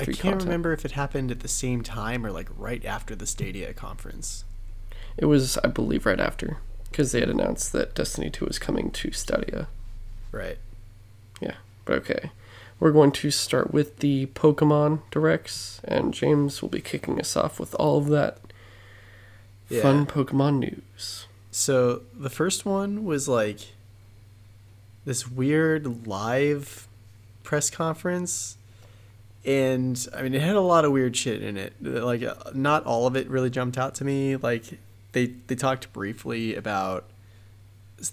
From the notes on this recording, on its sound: Excuse our dead dialogue and humming in the background.